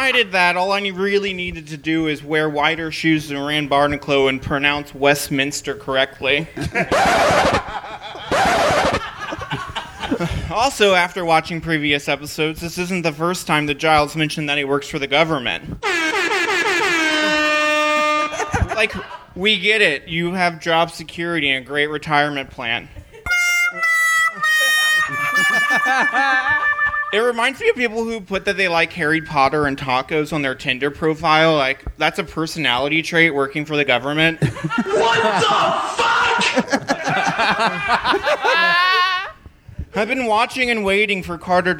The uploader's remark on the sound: This live talk show is recorded in front of a human audience at 6:00 PM on Sundays at Chameleon in Northside, Cincinnati.